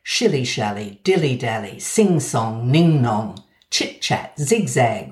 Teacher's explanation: Notice how in all these examples the vowel in the first word is made with a more closed mouth than the vowel in the second word